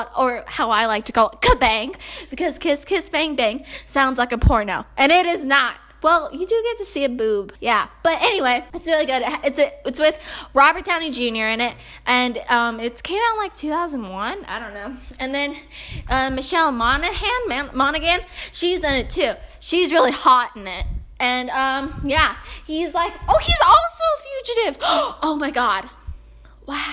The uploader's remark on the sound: sorry about the sound i was walking around my house yelling into my phone